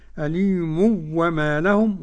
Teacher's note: عدم الغنة لخلف عن حمزة